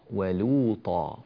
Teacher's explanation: ولو حركتان، طا حركتان، لو طالت معك قليلا مع النغمة